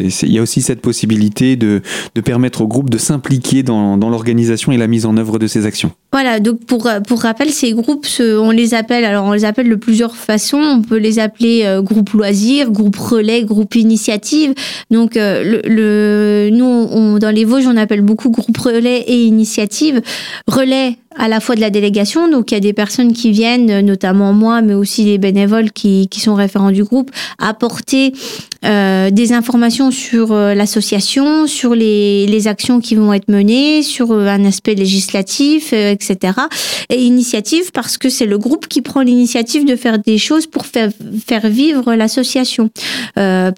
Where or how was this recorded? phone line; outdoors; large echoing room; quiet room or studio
quiet room or studio